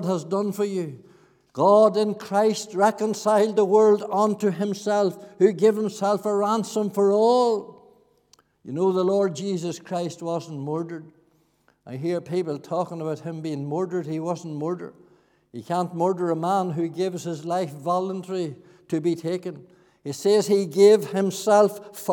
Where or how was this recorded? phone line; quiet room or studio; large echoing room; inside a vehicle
large echoing room